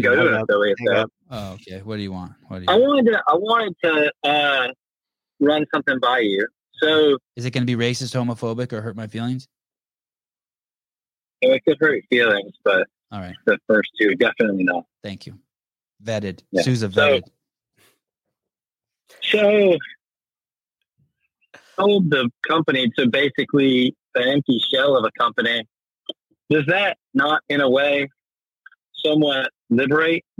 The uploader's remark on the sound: CrossFit Affiliate Call In Show.